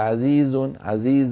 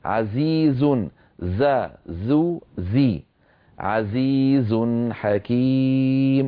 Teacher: حرف قوي فيه جهر وفيه صفير · Shown in: second take